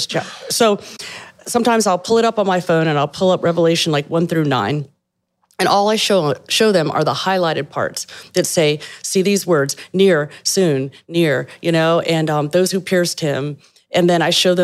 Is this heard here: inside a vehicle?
no